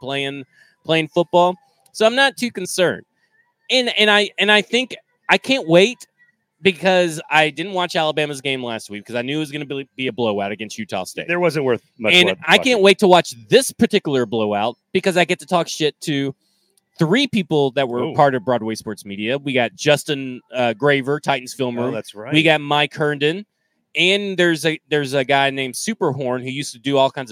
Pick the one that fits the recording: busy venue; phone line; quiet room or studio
busy venue